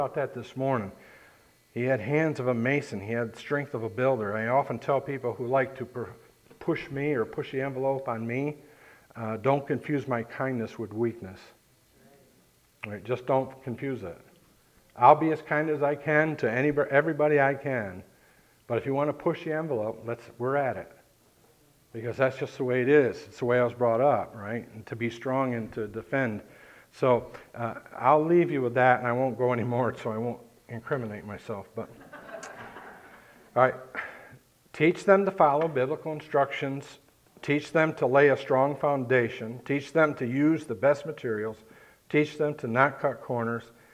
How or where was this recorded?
large echoing room